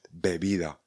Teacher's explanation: V situacích, kde je B uprostřed slova, se vyslovuje tak, že ústa úplně nedovřeme a vyslovíme měkce.